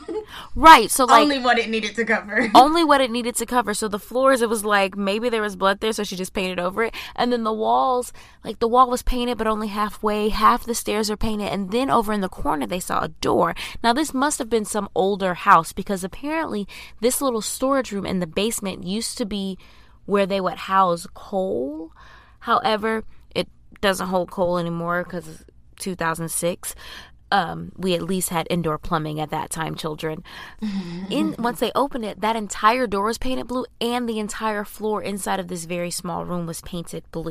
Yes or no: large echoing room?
no